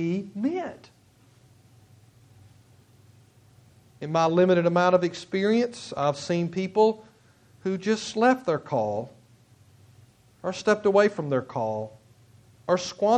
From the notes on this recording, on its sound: At Nola Baptist Church Sontag, MS.